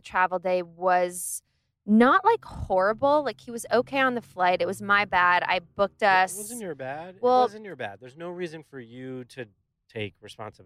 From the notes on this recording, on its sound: POD'ING IN THE CAR! Recorded in the car!